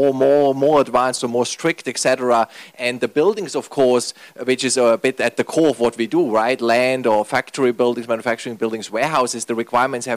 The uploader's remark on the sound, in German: Paneldiskussion auf dem Event. In Shanghai China.